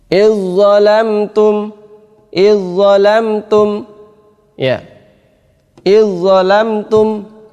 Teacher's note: Maka ini idgham kamil, maka dzal seakan-akan tidak ada.